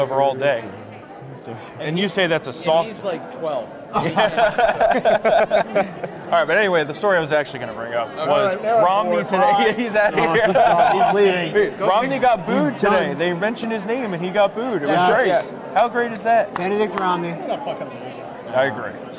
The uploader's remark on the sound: Live From CPAC